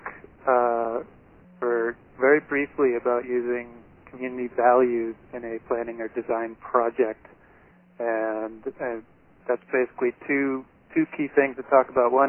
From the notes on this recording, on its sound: Listen to this call recording